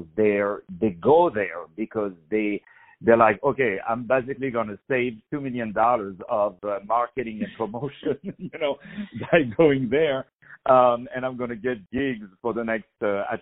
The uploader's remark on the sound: On the phone